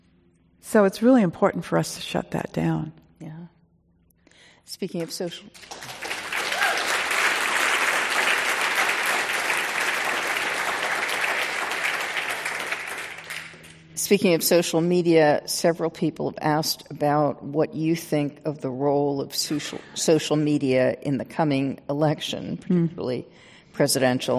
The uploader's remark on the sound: This program was recorded in front of a live audience at The Lucie Stern Theater in Palo Alto, California on March 18th, 2019.